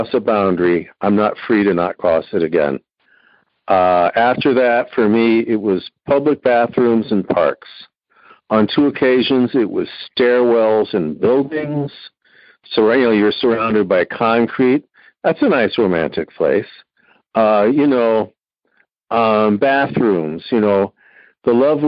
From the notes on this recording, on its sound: Noon Phone Speaker Meeting